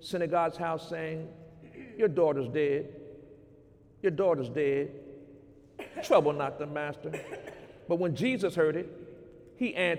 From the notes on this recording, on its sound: During Sunday morning service on March 24, 2019